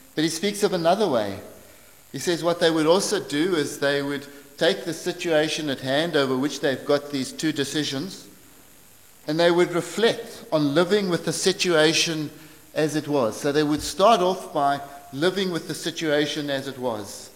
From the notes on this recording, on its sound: preached at St Marks Methodist, Cape Town